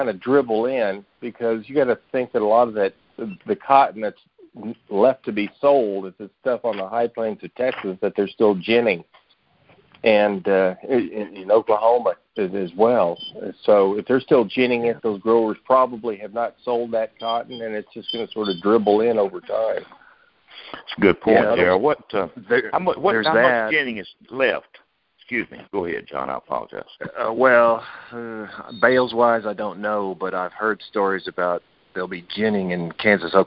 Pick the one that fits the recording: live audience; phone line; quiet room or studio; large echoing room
phone line